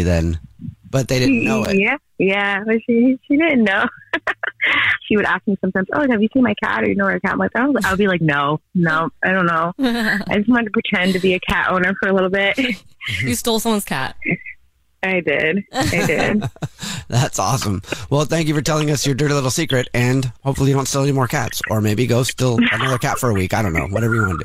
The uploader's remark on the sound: The woman on the phone